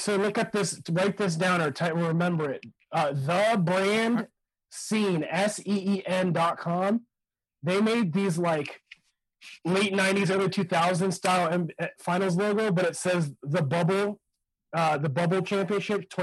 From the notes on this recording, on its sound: call in from the G-league Bubble